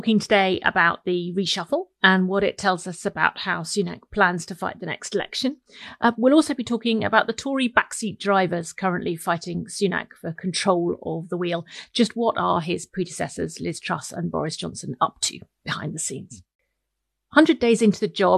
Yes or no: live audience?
no